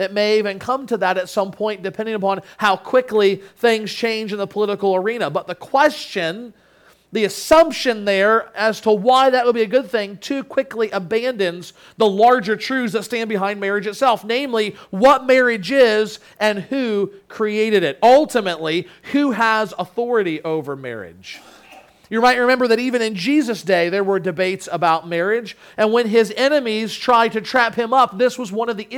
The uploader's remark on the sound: Sermon Audio from Crossway Christian Church